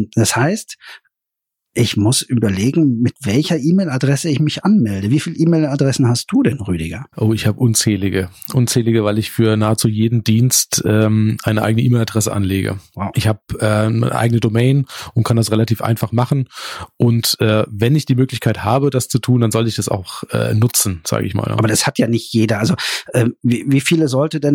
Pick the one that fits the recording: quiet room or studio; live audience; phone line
quiet room or studio